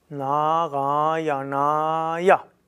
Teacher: Das ist das zerebralisierte Na